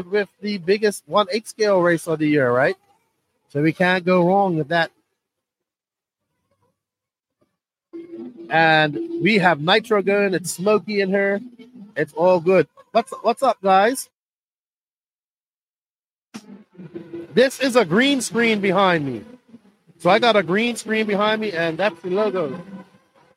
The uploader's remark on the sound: Live From The 2024 Southern Indoor Championships